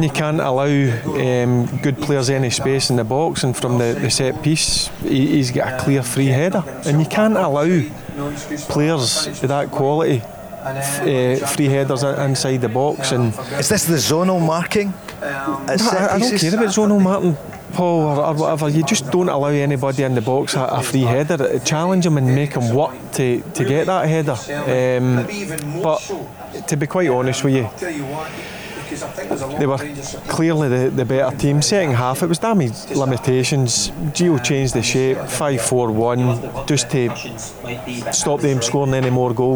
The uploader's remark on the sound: Live At Radisson Red. Recorded at The Radisson Red.